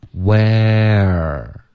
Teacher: Where 会有一个舌头的动作，导致它有一个滑动